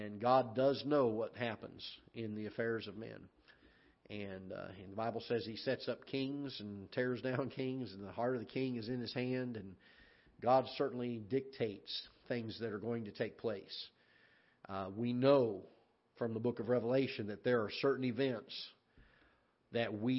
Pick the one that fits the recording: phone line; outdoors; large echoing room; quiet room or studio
large echoing room